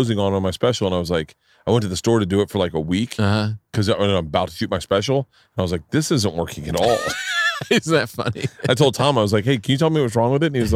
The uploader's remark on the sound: Today I sit down outside